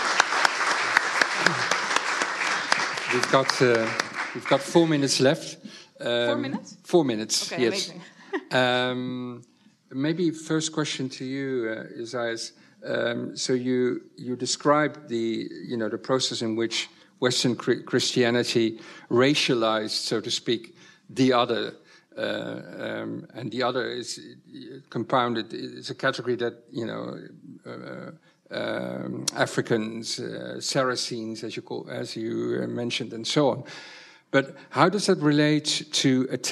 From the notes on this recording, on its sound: Denkwerk Festival Lecture and conversation. De Lindenberg.